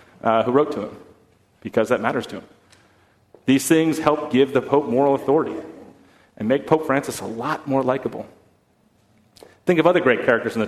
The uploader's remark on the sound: at First Congregational Church of Houston